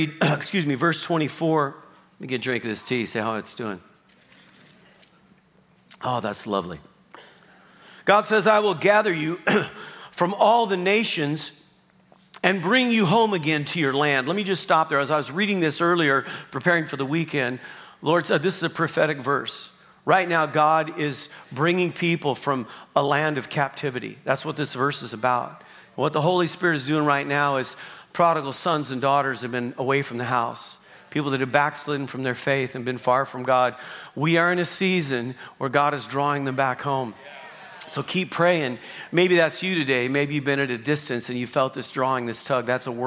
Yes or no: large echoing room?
yes